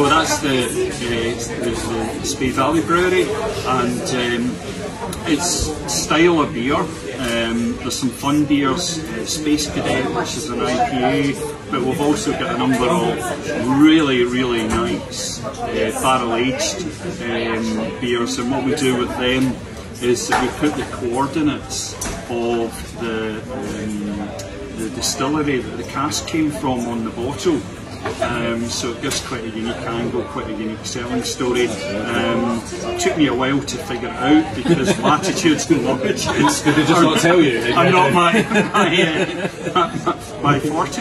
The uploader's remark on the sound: We had the pleasure of being invited to the Froth & Flame Edinburgh to drink beer. Our trip to Edinburgh. We had the pleasure of being invited to the Froth & Flame Edinburgh to drink beer.